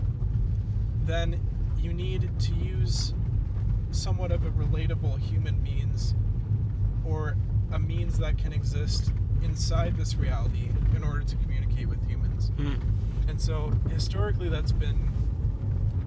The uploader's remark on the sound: we apologize for any lack of recording quality - we did this episode in the car!